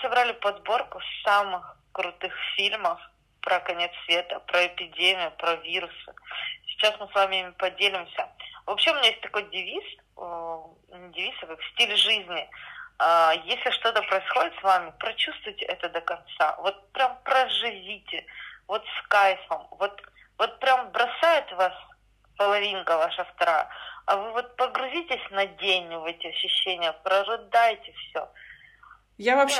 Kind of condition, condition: link, phone line